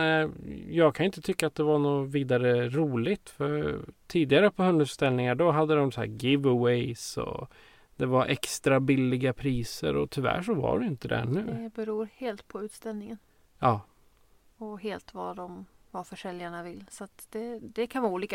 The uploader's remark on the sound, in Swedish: On The Road i en Husbil. I appen Podbean som vi använder för att spela in avsnitten on the road finns en light-version av en soundboard där fåtal slingor ligger inne. Därför hör ni lite musik i början och slutet av avsnittet.